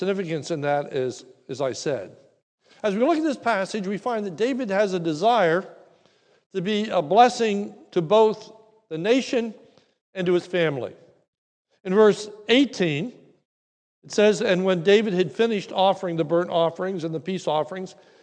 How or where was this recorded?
large echoing room